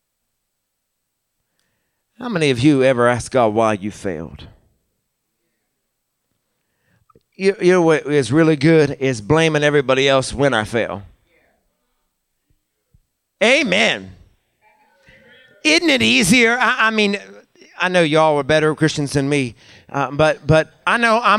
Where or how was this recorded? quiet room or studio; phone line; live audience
live audience